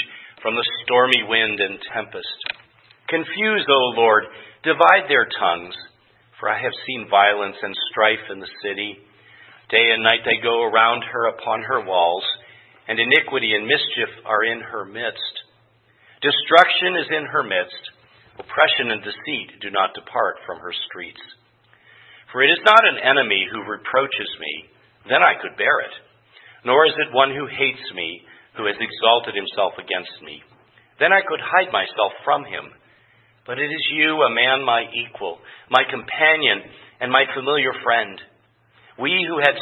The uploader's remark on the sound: preached at Grace Orthodox Presbyterian Church in Sewickley, PA, during the evening Worship Service on Sunday, January 22, 2023